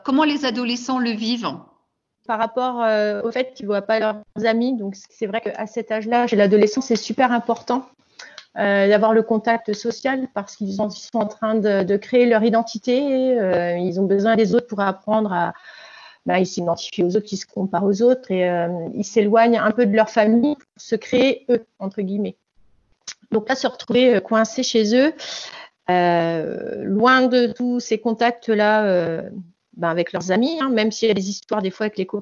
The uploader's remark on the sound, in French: Cette émission a été enregistrée par visioconférence